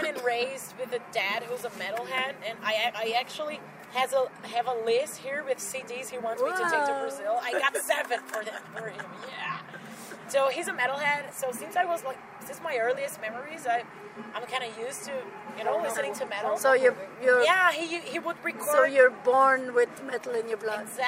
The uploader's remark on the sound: Interview at Summerrock Festival Belgium